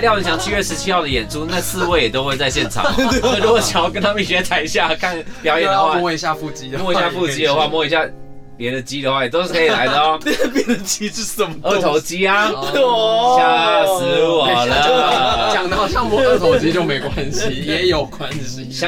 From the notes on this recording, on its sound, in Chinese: 演出地點：LIVE WAREHOUSE。